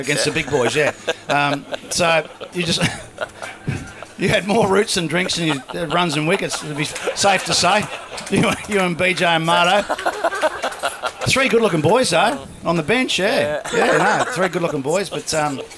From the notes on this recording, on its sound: A recording of our recent live event. At the new Rooftop Bar in the iconic Jacksons On George.